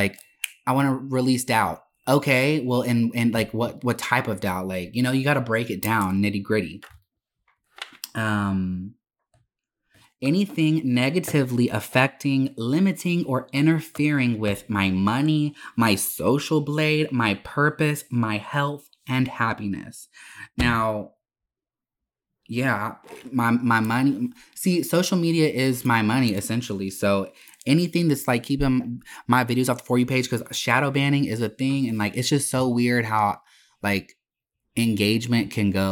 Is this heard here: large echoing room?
no